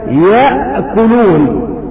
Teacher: فتجد أن الهمزة تخرج من أقصى الحلق